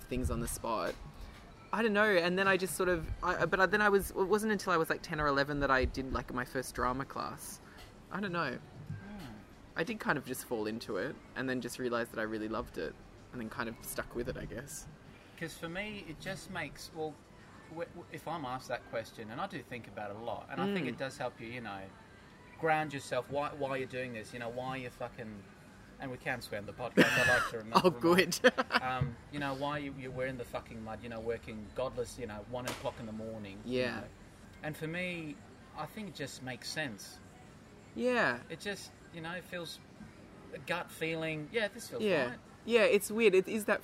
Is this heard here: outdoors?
yes